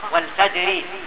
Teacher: ومعنى هذا أنك إذا وقفت على مثل قوله تبارك وتعالى والفجر، فإنك إذا وصلت تصل بكسر الراء وتكون الراء عندئذ مرققة · Term: الترقيق